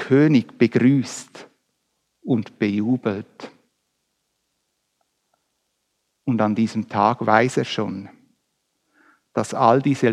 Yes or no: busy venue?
no